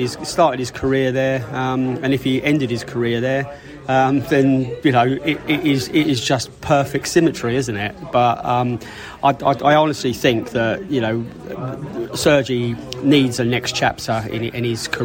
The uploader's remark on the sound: Podcast from the Pub. Hooked up in a lovely boozer in Chertsey to shoot the breeze.